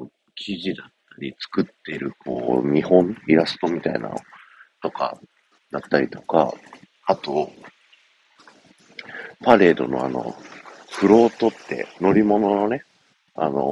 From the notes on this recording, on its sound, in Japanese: 風強強音質×。風強い中で話しているので音質がクソ悪いです。